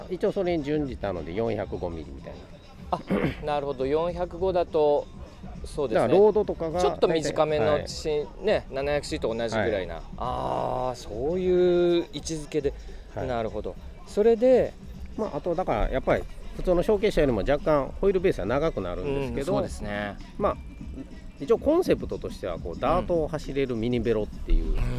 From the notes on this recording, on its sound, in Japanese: 収録地： 茨城県土浦市 霞ヶ浦総合公園。収録機材： ZOOM F3 (レコーダー)、ZOOM ZSG-1, AKG D5, C3000B（マイク）。